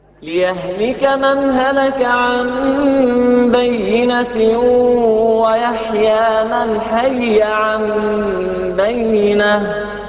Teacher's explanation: يدغم الياء الأولى بالثانية فتكون ياء مشددة